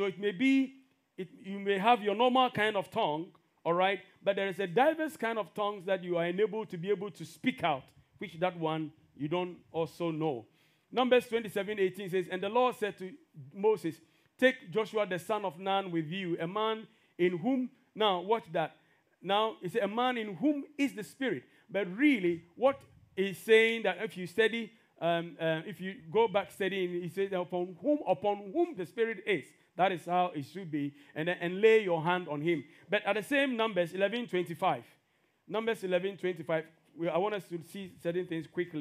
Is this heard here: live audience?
yes